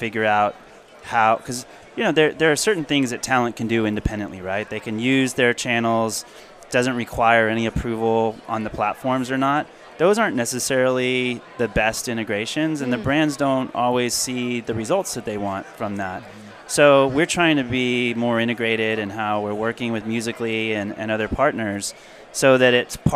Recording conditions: busy venue